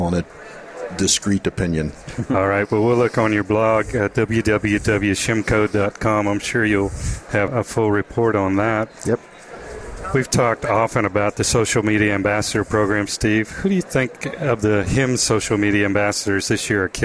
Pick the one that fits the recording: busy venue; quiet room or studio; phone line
busy venue